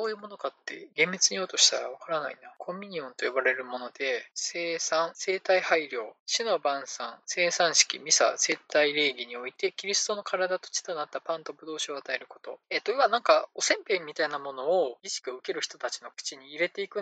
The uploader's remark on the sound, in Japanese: 音質が悪すぎたため、可能な限りで音質改善しました。(でも全然音悪いです。)